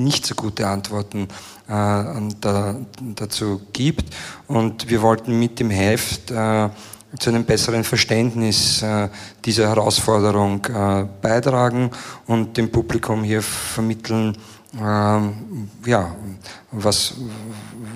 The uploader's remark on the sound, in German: Ein Mitschnitt unserer Mitgliederversammlung aus der Roten Bar des Volkstheaters.